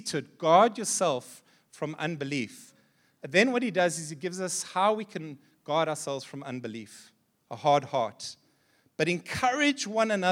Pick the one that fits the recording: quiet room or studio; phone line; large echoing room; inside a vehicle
large echoing room